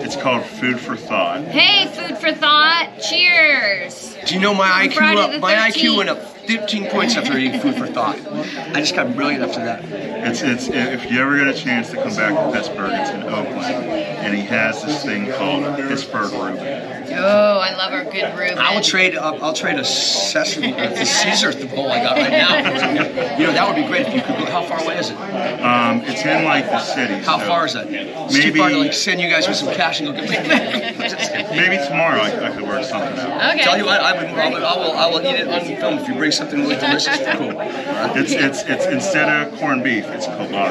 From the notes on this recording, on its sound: Live From Pittsburgh's Horror Realm Con 2023.